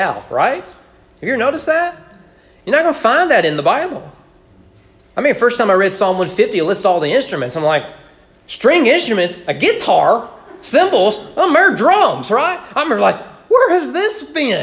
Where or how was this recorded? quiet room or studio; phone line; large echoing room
large echoing room